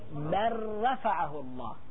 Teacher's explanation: بل رفعه الله، شوف كان هاللام ما موجودة، هي بل رفعه، احنا نقول بل رفعه الله، شوفوا كانها اللام راحت فيها، هاي سميها ادغام اللام الساكنة